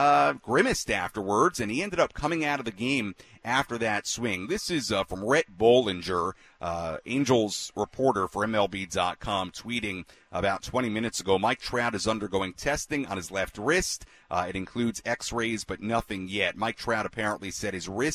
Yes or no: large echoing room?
no